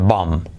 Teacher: ¿Ves que no pronuncio la B?